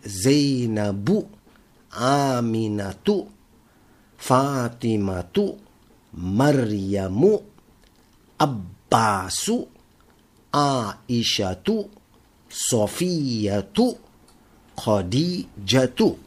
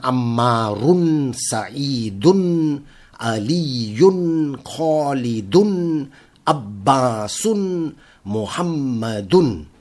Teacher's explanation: all feminine names, the last letter was pronounced with just a Dhamma, while the masculine names, the last letter was pronounced with Dhammatin.